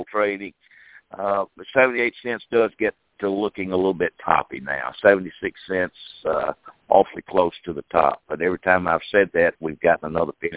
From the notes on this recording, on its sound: Our monthly conference call. Ag Market Network's Monthly Conference Call On Cotton.